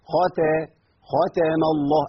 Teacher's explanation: لام اسم الجلالة في كلمة الله مفخمة، ليه؟ لأن الميم مفتوحة قبلها